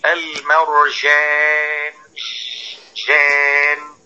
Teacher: فالبعض لا يبين الشدة ويقول المرجان، بل يضعفها ويخرج أو ينزع الصفة عنها، ينزع صفة الشدة عن الجيم ويقول المرجان جان